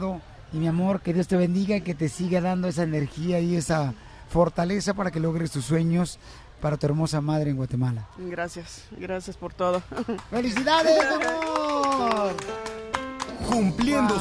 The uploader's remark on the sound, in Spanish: Escucha la transmisión en vivo desde Anaheim.